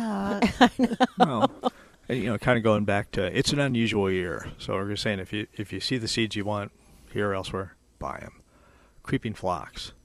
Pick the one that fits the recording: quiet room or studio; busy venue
busy venue